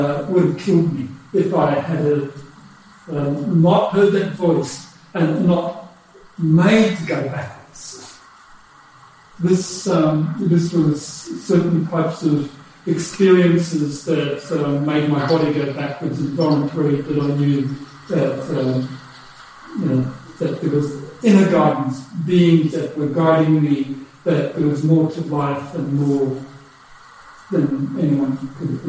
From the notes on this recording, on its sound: Unfortunately the sound quality of this talk is poor.